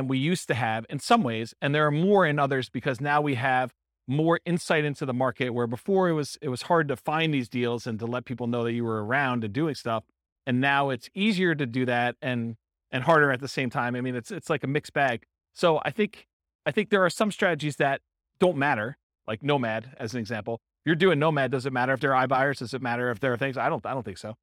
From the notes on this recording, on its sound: This was a live class recorded